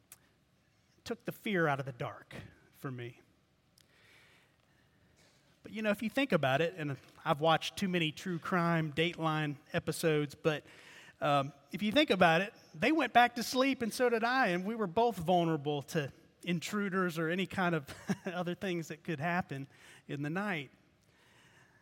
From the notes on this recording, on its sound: preached at Redeemer Presbyterian Church in Charleston, SC.